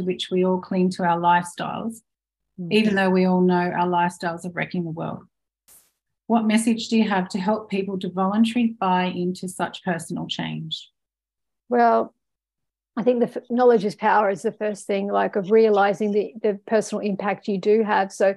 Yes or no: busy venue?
no